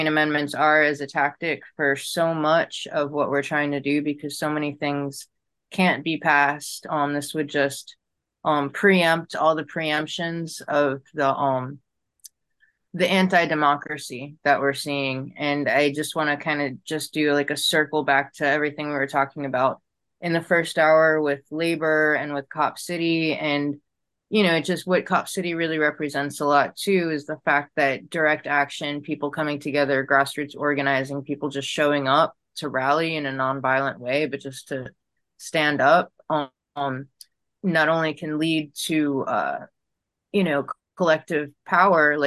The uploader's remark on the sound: Our GREEP zoom #156